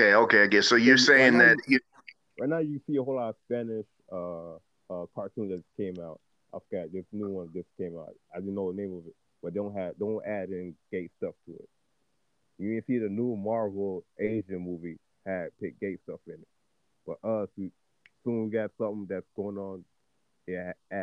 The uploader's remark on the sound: A phone interview with a guest.